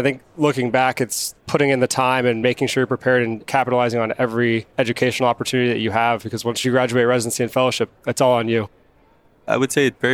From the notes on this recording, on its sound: Recorded live at the 2023 Annual Meeting.